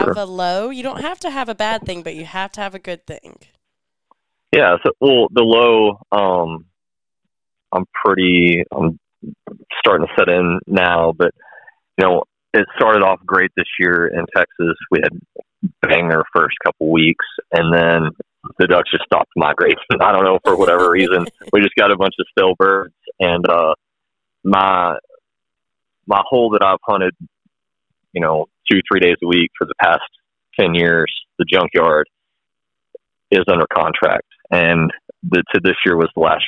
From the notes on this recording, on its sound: I jumped on the phone with a lot of people